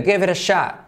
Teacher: Clave SH. La O que es como una A y la T que casi se omite.